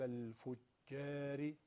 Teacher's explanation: را مکسور ترقیق و نازک میشه